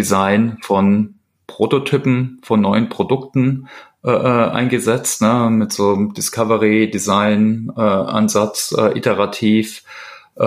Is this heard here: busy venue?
no